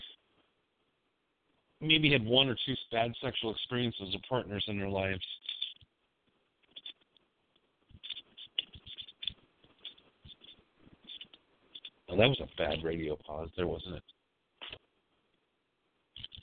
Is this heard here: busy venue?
no